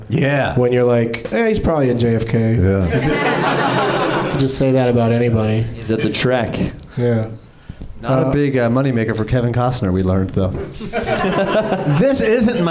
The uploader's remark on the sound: Live from the NerdMelt Showroom in LA